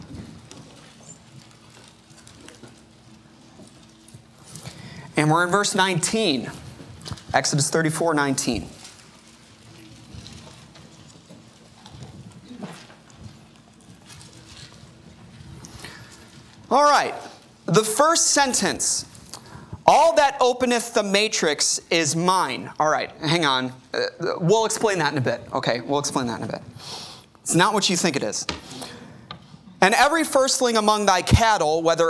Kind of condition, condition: setting, large echoing room